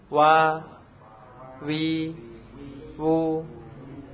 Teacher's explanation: Wa dihimpun saja enggak sampai dirapatkan. Dihimpun itu di ada lubang dikit.